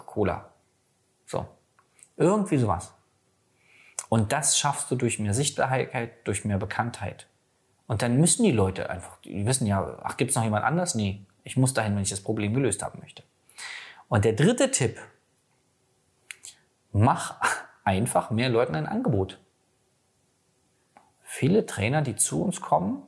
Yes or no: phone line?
no